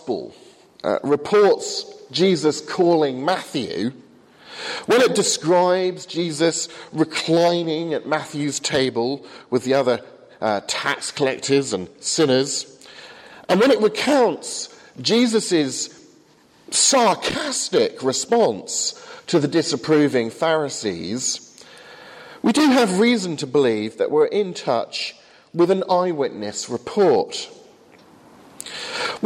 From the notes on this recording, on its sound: from the 8am service at Highfield Church Southampton, 21st September, 2014.